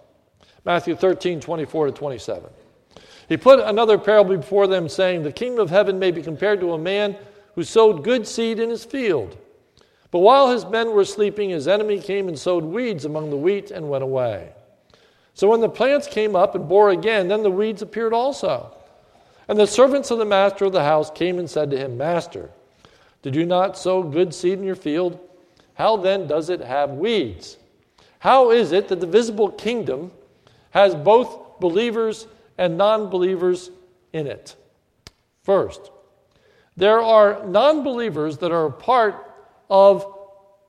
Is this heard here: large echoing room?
yes